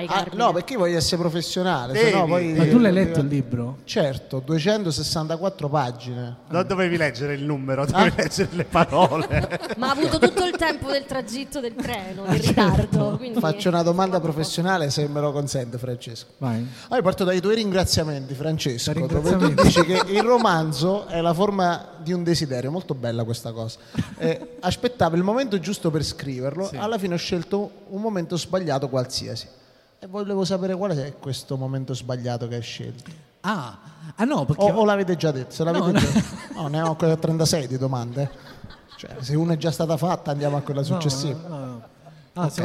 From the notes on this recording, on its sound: Live dal Foqus di Napoli